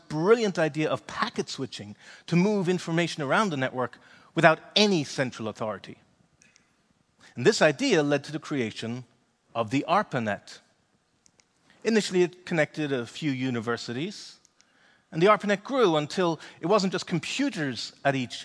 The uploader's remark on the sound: delivered at the Fronteers conference in Amsterdam in October 2019